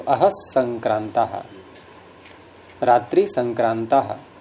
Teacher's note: है, तो अह संक्रांता, अब यहां भी रेफ तो हुआ है, अहन के नकार को रेफ तो हुआ, लेकिन रेफ को फिर विसर्ग हुआ, विसर्ग को फिर सकार हुआ